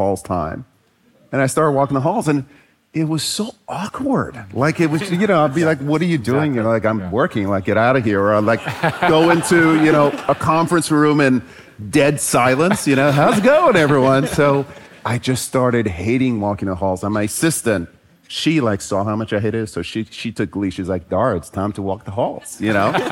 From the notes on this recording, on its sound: Three legendary culture setters come together live on stage at the inaugural Masters of Scale Summit. In the first released recording from the sold-out event. Live-show energy from the stage of San Francisco's Presidio Theatre.